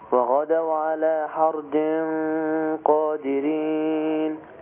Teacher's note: فخم الغنة عشان القاف مفخمة